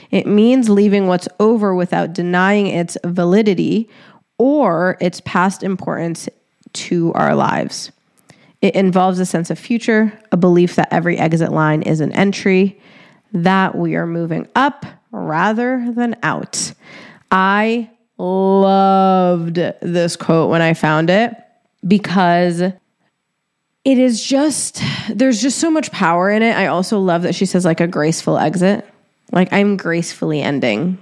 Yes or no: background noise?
no